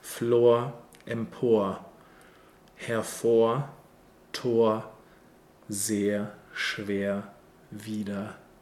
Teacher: So it's always this upside down bright R sound in the end.